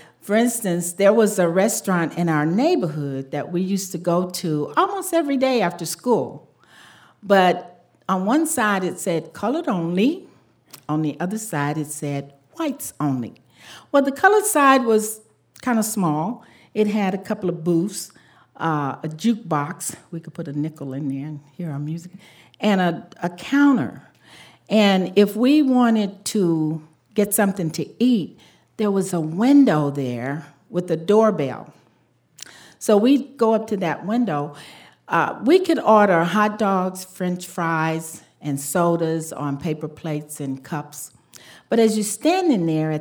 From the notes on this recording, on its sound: Live from New York City. In this hour, we present audio from a great live show.